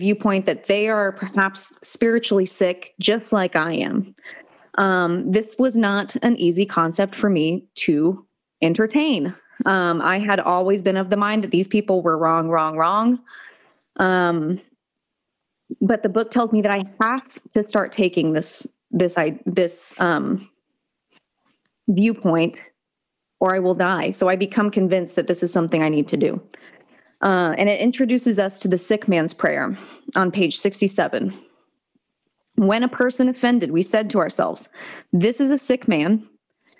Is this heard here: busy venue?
no